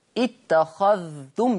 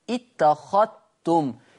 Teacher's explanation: الذال بشرط سكون الذال يعني حفص بيقول اتخذتم يظهر الذال إنما ورش يقرأ بالإدغام اتخذتم لا أثر لحرف الذال · Shown in: second take